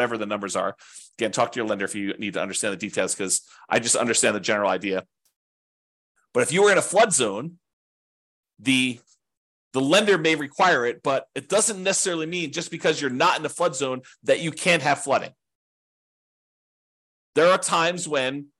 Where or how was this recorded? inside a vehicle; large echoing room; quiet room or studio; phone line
quiet room or studio